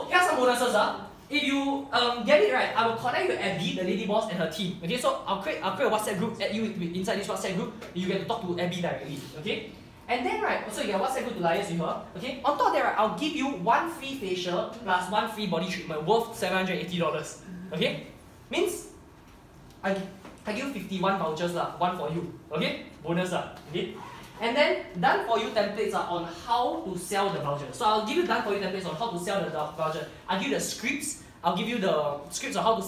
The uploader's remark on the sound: This was a pitch that I did in a coaching session to an audience of people